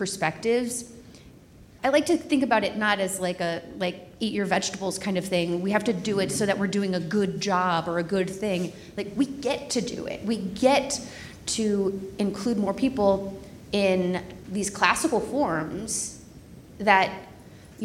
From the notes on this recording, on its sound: Recorded Live in Partnership with Austin Opera. Recorded in front of a live audience.